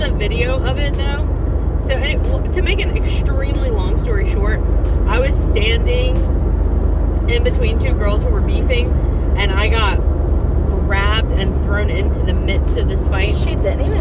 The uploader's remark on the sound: Ofc we are in the car…